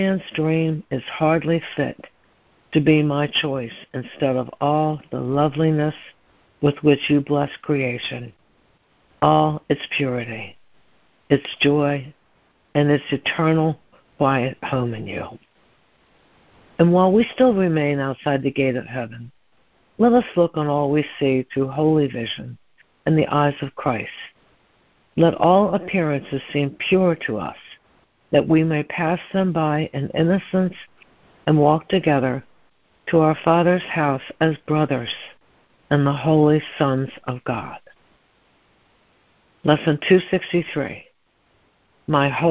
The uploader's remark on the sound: ACIM Daily Conference Call